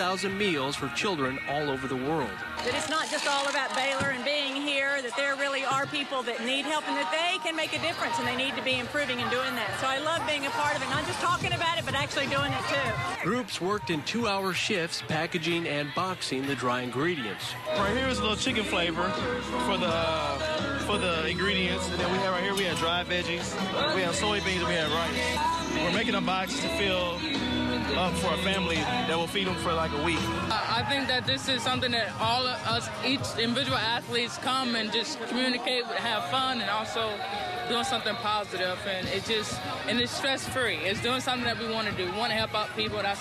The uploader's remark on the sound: go live from Floyd Casey Stadium